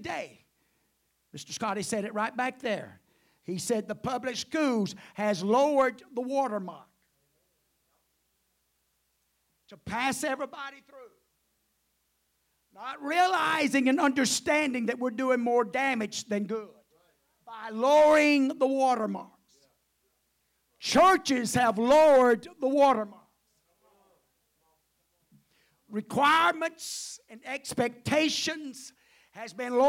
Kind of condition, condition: setting, large echoing room